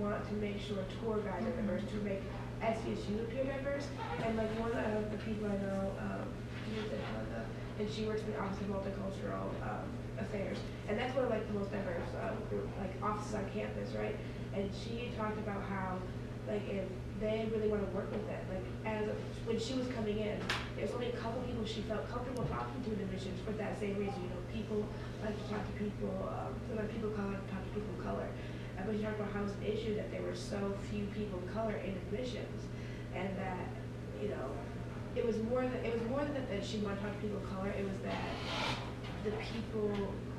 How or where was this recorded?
busy venue